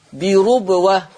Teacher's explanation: ورش يقرأ بضم الراء